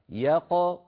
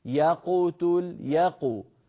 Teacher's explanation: أن نعطي كل حرف حقه فنفتح الفم عند الياء يا ثم نقلقل القاف ساكنة من غير ميل لا إلى فتح قبلها ولا إلى ضم بعدها · Shown in: first take · هكذا يق أعيد يق ثم بعد ذلك نضم الشفتين فنقول يقتل · Term: القاف المقلقلة